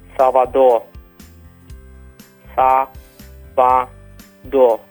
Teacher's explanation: You'll notice the R was quite faint at the end.